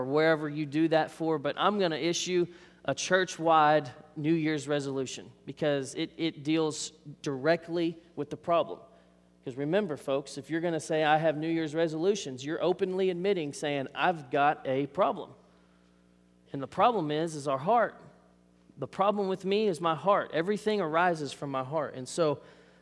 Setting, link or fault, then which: setting, large echoing room